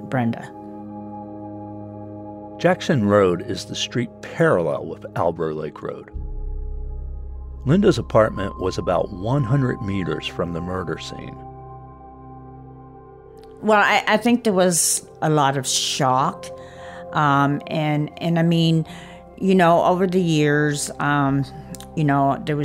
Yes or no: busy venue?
no